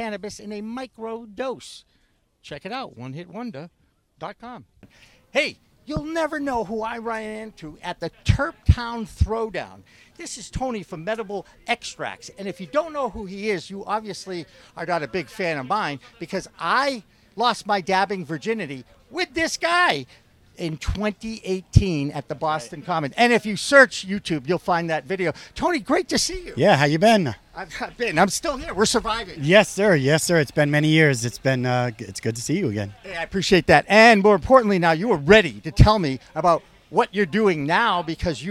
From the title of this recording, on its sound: In The Weeds on location at the Terptown Throwdown in Spencer MA